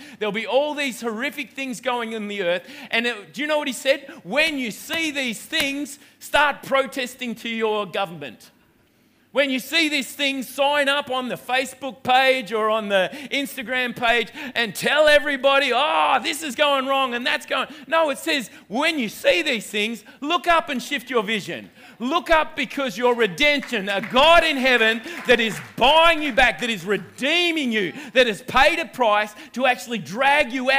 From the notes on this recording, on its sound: Delivers the word for River Edge Church. This message was recorded on 19/01/2020 at the 11am gathering.